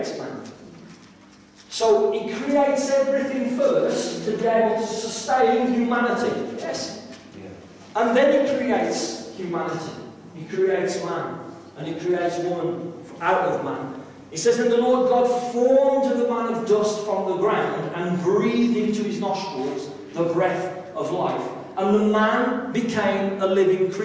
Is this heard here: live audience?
yes